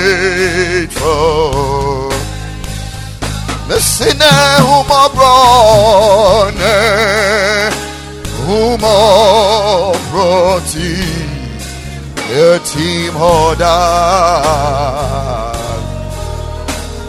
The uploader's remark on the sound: Preached at the Ekklesia Chapel